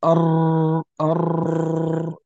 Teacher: المقصود أن حرف الراء عند إخراجه في المخرج يقعد يطرق، يعني يمس أكثر من مرة · Term: التكرير